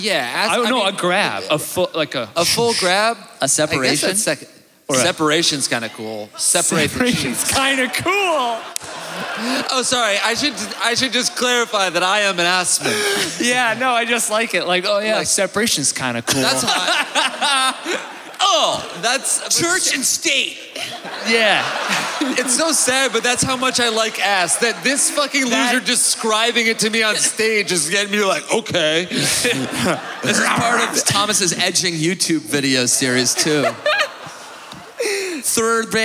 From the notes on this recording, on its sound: Joins us live in Winnipeg!